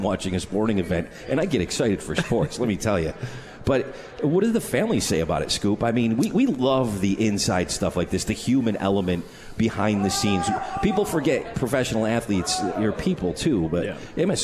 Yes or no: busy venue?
yes